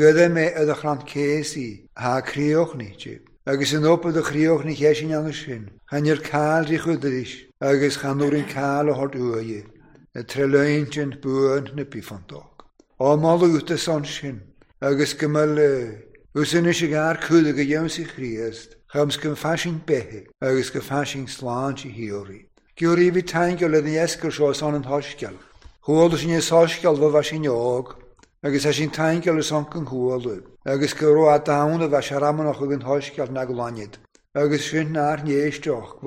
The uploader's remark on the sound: Recorded at North Harris Free Church on the evening of Sunday, 28th May 2023.